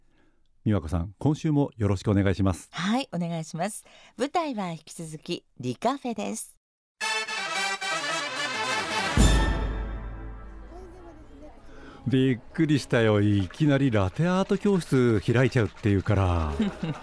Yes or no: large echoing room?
no